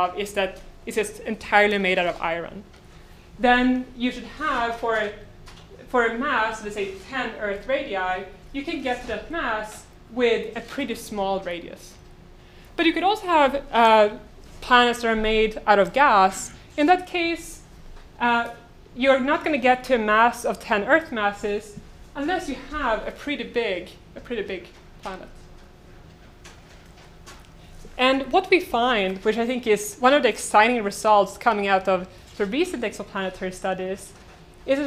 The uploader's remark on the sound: Delivered this lecture on January 20, 2018 at the University of Chicago. The lecture, which includes the Q and A session.